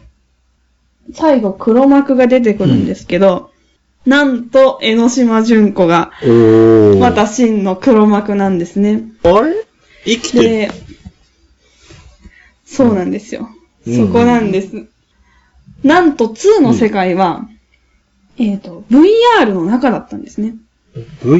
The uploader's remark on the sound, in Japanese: 今回も音質悪いかも。ごめんなさい。